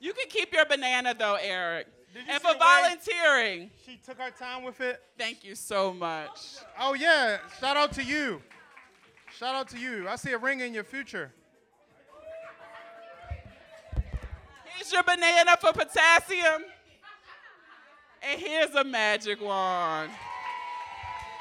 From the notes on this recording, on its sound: FULL audio of the #BoonieLive Philadelphia show